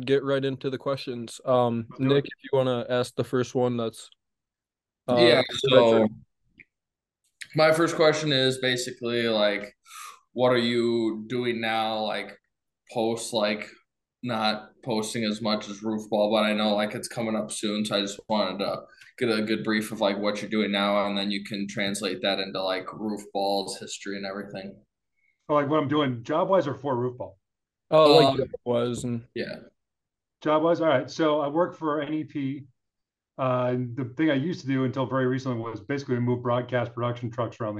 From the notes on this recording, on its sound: we host a zoom call